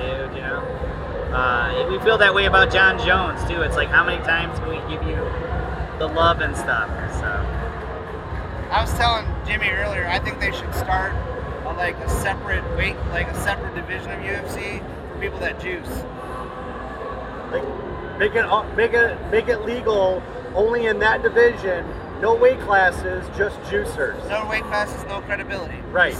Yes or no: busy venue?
yes